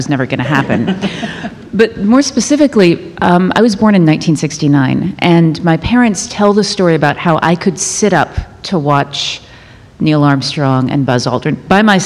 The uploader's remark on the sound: NASA's 60th Anniversary - Live! Houston We Have a Podcast took to the stage.